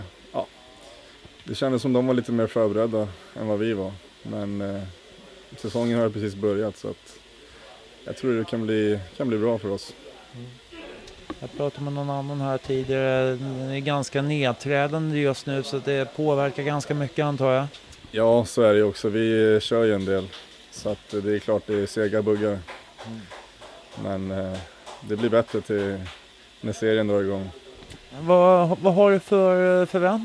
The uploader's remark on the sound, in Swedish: Jag tog micken till omklädningsrummet hos Hammarby. Det är lite stökigt ljud men hoppas ni har överseende med torkskåp, hårfönar, duschar och annat.